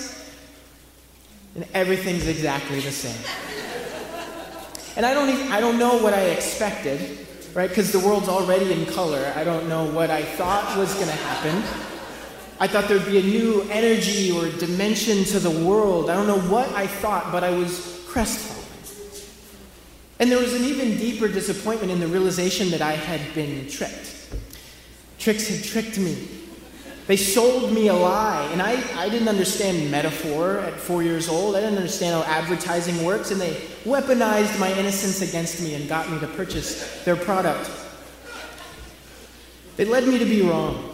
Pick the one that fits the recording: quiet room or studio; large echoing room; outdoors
large echoing room